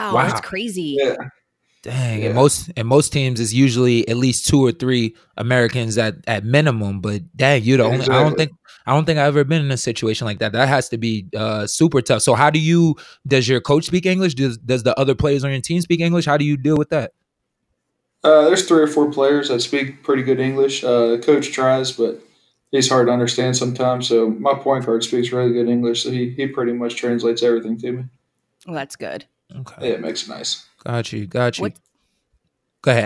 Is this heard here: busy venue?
no